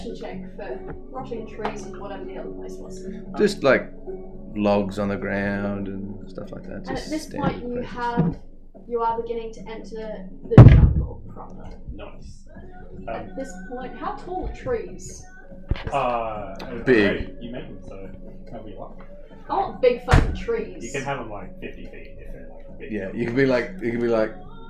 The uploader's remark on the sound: There were several technical difficulties/mistakes during this recording audio quality may be lower